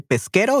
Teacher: we make the s's disappear